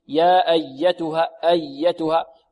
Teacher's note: عندنا الياء مشددة فيها نبر، والنبر هو الضغط. يا أيتها، لا نقول يا أيتها، يا أيتها، لا، لابد ضغط قليل.